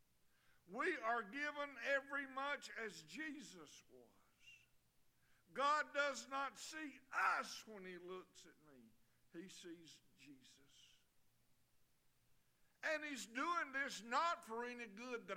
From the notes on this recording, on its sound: Sunday evening service. Liberty Baptist is a wonderful, growing, and encouraging body of believers just outside Tifton in the Harding community.